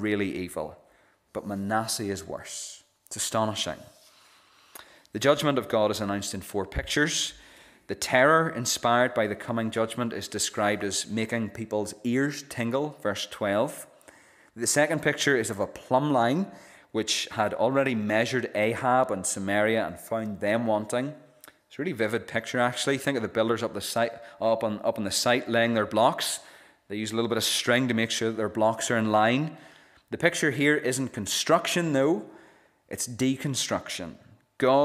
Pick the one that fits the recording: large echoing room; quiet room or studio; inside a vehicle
large echoing room